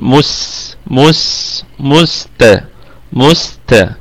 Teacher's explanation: نتخلص من الضمة نهائيا ونقول مس مس مست مست